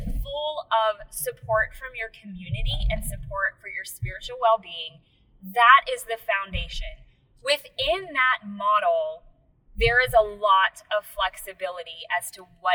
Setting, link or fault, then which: setting, inside a vehicle